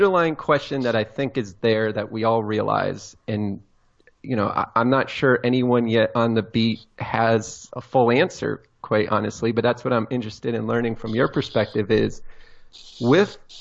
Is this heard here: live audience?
no